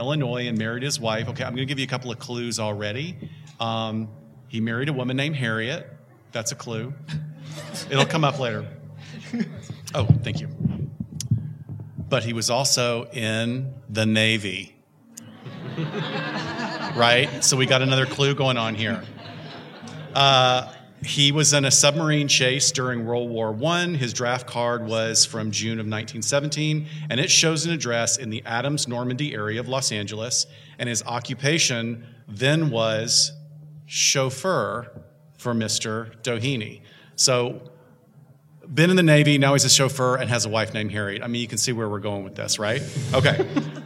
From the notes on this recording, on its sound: Live From the Heritage Square Museum. As a special bonus this month here is the audio from our live show.